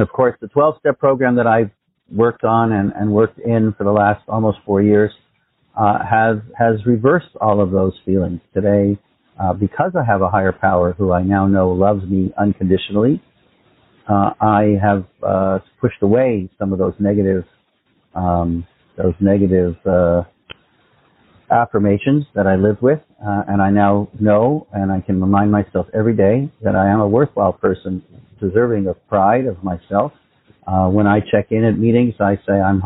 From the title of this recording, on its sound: Phone Meeting Workshop